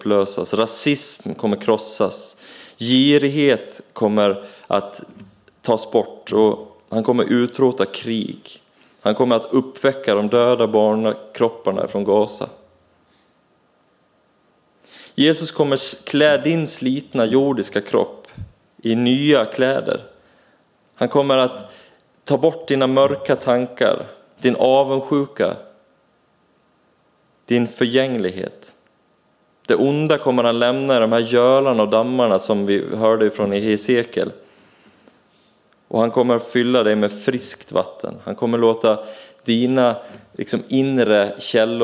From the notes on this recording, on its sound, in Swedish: Inspelad under gudstjänst i Equmeniakyrkan Väte 2023-11-26.